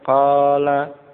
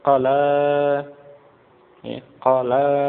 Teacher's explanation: Kalau yang panjang qafnya qala, lamnya pendek itu berkata, tapi kalau yang panjang lamnya, qafnya pendek, qala ya, itu artinya menggoreng. Jadi perhatikan dalam pengucapan, panjang pendek itu mempengaruhi arti, mempengaruhi makna.